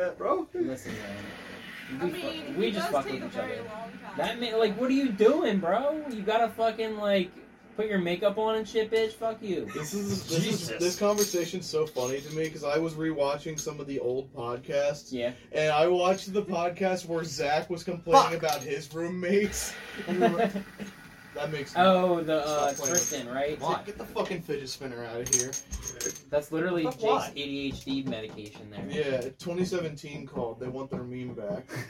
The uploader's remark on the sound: Outdoor bar edition.